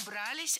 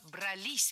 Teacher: ударным должно быть окончание, которое располагается рядом с возвратной частью «се». · Shown in: second take